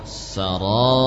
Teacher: Diupayakan menebalkan huruf ro. · Term: tebal ro